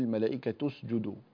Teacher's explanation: هو ضم التاء هنا تبع للجيم في الكلمة التي بعدها · Term: الإتباع